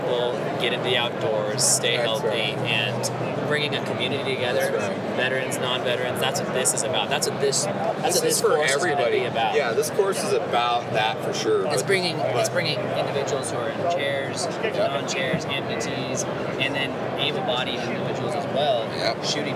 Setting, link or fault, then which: setting, busy venue